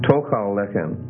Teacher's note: a retraction of the stress in which the stress of the first word is moved back into the second full vowel. Not the schwa now, but the second full vowel.